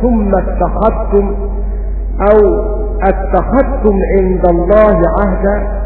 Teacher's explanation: وكذلك أبو جعفر يقرأها بالإدغام، وخلف العاشر أيضا يقرأها بالإدغام